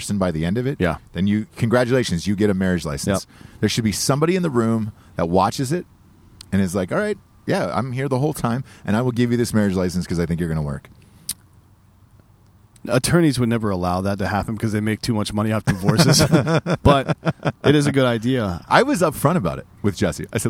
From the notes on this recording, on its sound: they stop in a picturesque park where couples are taking breathtaking wedding photos, and record one the most disgusting shows possible